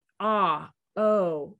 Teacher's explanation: ah and o, those are back vowels. And if you say them, ah, oh, you can see your mouth is open, more open and larger.